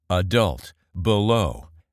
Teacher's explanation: The schwa sound is similar to the short u sound and has different spellings. These two words have the schwa sound in the first syllable